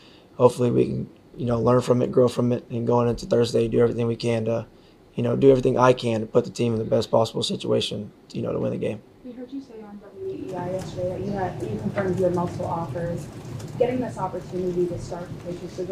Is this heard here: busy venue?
yes